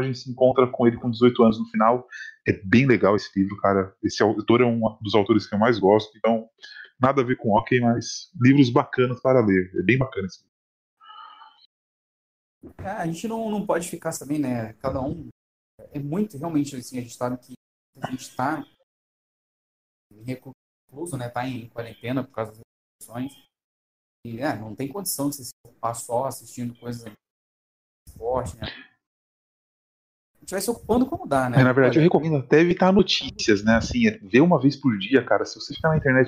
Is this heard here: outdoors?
no